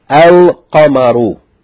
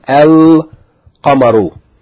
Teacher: Yani the lam and el is pronounced, sukun is written and is pronounced without a vowel. Yani the lam itself doesn't have a vowel, but you pronounce the lam